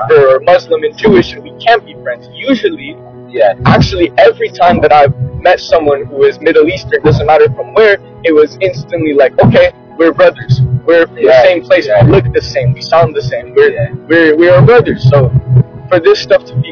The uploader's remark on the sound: We included some of his work, videos, the music he's worked on, and sounds to provide background to the episode which was done in audio while traveling in a vehicle.